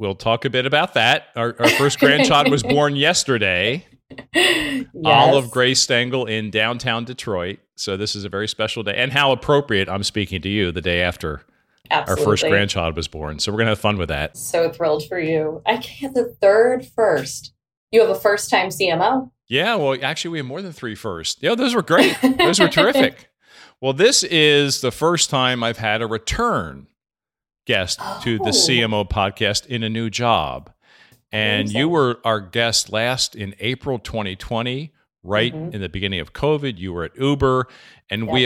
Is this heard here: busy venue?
no